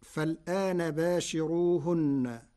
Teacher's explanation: أما كلمة باشروهن فقرأها ورش بترقيق الراء لوجود كسر قبلها · قرأ ورش كلمة فالآن بنقل حركة الهمز إلى الساكن قبلها فتصير فلانا مع ثلاثة البدل، وهي من لغات العرب.